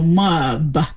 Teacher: an extra vowel between the M and the B